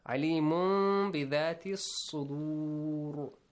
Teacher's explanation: We change the noon to meme and hide the sound. Alimum, because the letter ba is there. · Term: Iqlab